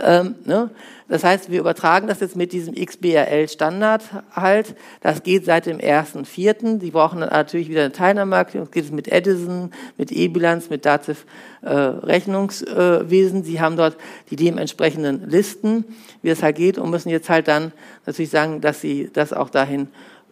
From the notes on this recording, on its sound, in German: Ein Vortrag von der Steuerfachtagung + Zukunftskongress Celle des StBV Niedersachsen Sachsen-Anhalt.